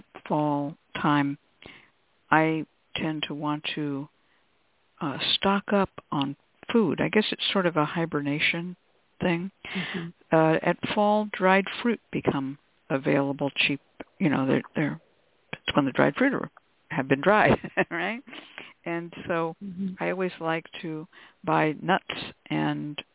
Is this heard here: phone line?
yes